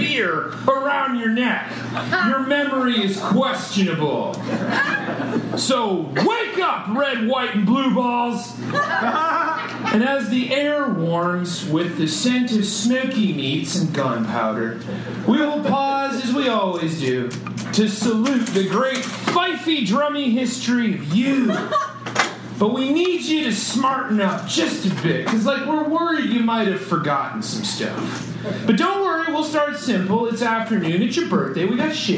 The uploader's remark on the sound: Live in front of some fresh humans who had no idea what was comin. Was recorded LIVE at Chicago’s Historic Green Mill Lounge on June 17th 2023.